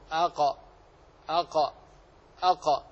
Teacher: فأقصى اللسان أي أبعده مما يلي الحلق مع ما يحاذيه من الحنك الأعلى يخرج منه حرف القاف